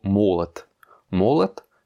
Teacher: on a un O non accentué qui se prononce comme un A